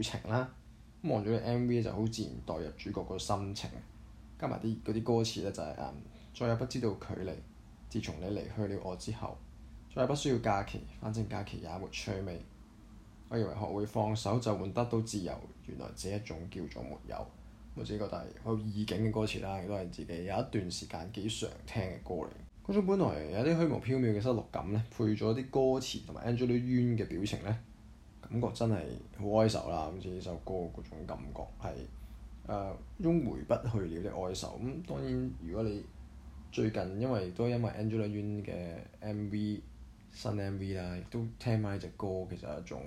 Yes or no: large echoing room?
no